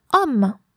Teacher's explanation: homme, as a man, starts with an H, but you don't hear it. You pretend that it's not here. · Term: mute H